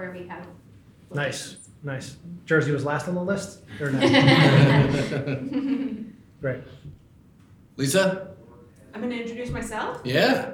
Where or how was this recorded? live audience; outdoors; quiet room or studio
live audience